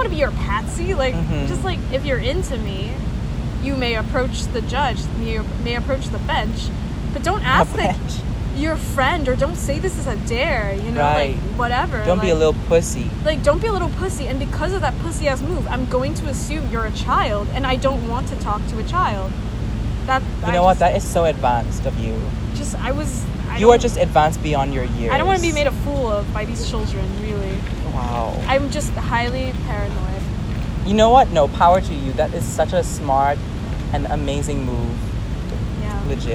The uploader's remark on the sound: WITH OUR WORST AUDIO QUALITY YET! Our conversation on the rooftop of a mall in Singapore is one for the gods.